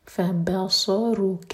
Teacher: فا الگ ورڈ اور بصرو الگ، تو با پر تھوڑا زور دیں گے. اور صاد ہیوی.